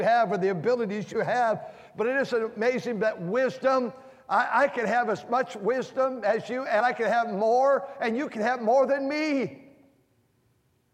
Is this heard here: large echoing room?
yes